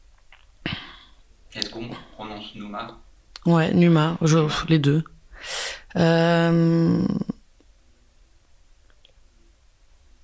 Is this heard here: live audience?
no